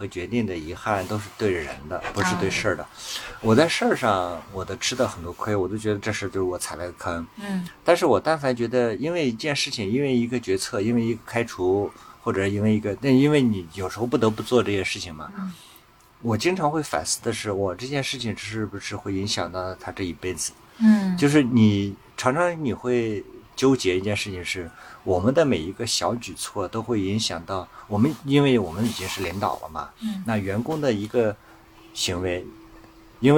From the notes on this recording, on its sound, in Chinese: 这期我们难得离开北京城，到山中的营地中来。我们在特别的星谷营地，一掌接山中秋色，一掌接温暖室内的房车露台上。